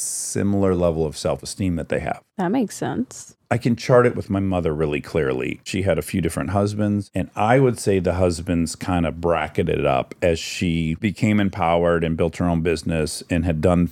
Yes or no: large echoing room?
no